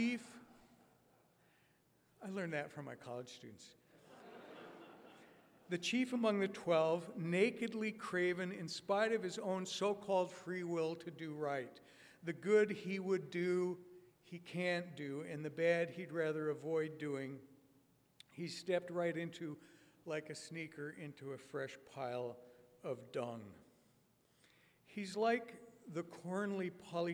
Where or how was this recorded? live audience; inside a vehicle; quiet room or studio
live audience